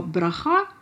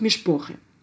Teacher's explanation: историческое древнееврейское долго «а» перешло в «о» · Shown in: second take